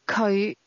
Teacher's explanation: The Cantonese word he is pronounced with a low rising tone.